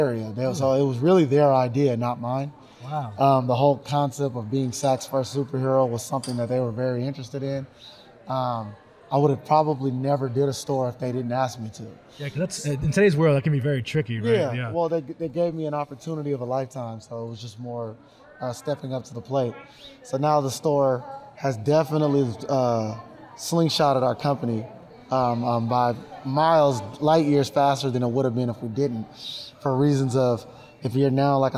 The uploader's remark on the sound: Live from a convention. This time they're at Stockton Con Winter.